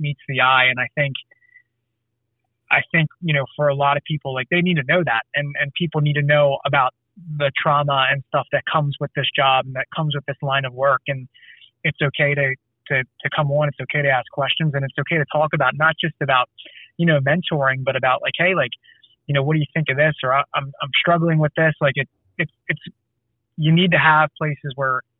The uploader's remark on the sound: I sit down via phone.